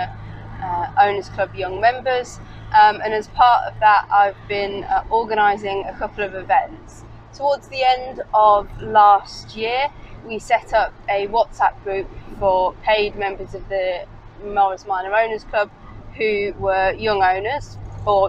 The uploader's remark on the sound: all recorded from my 1968 Morris Minor, Peggy